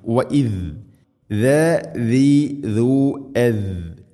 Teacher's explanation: മുൻ പല്ലുകളുടെ ഇരുനിരകൾക്കിടയിലൂടെ നാവിൻ്റെ അറ്റം വളരെ നേരിയ തോതിൽ പുറത്ത് ഉണ്ടായിരിക്കണം